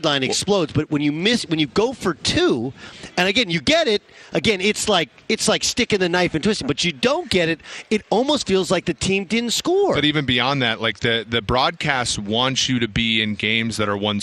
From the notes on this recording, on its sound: live from Radio Row in Phoenix ahead of Super Bowl 57!